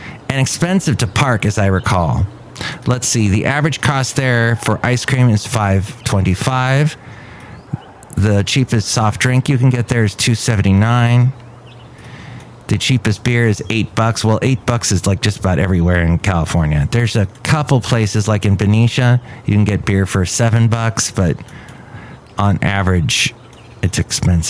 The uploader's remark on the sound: podcasts live from Café Anyway